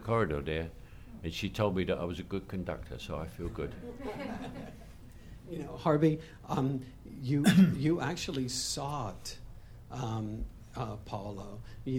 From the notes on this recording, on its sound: A special Los Angeles press conference